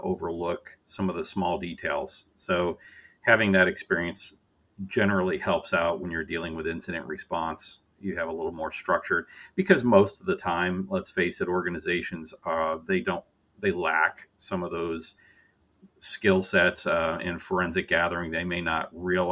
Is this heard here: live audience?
no